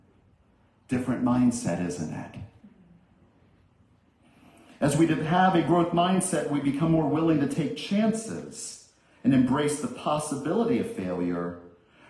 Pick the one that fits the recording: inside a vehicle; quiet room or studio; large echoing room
large echoing room